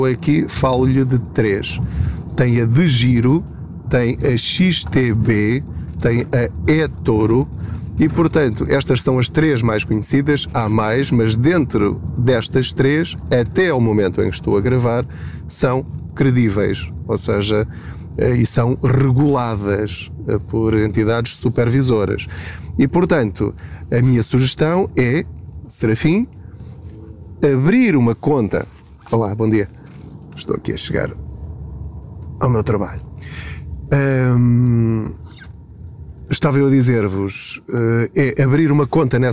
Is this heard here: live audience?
no